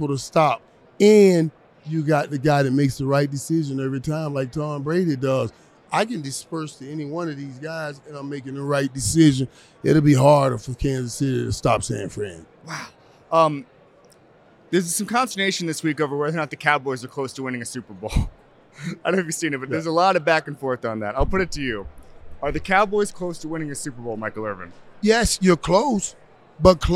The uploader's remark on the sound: From Radio Row. Is on Super Bowl Radio Row.